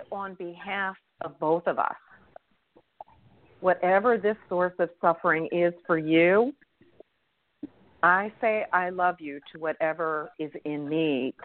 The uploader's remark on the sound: in response to callers' questions